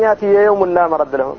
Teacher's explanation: فالياء من ياتي ادغمت في الياء من يوم